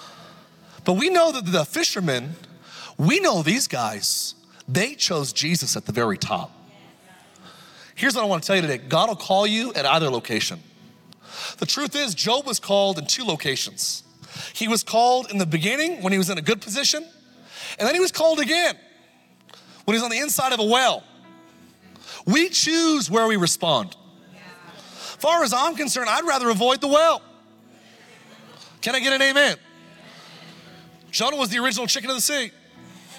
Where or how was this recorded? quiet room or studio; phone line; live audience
live audience